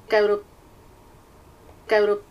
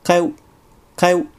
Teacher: カエウという部分が全体で1個の音節になってしまっています。